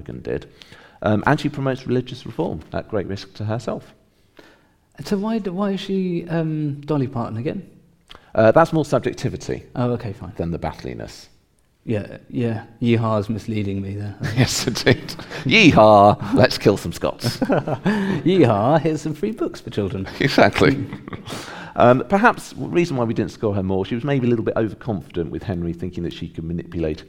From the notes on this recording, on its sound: Live at Ludlow. We share our live podcast recorded at the Ludlow Assembly Rooms on Saturday 17 June 2023. Get the audience to vote for who they think was the greatest of them all.